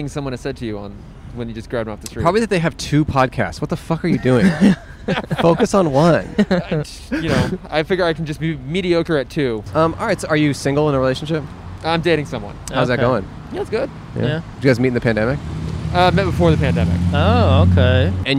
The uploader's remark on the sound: We set up in front of the iconic store for all the crap you need to stay alive! Recorded on May 22 on Santa Monica Blvd in Hollywood.